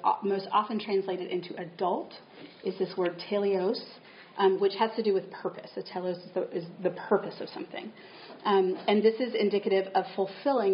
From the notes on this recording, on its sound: Nashville L'Abri Conference Podcast. Each episode features the audio from one of the lectures or workshops. This week's episode features audio from a workshop.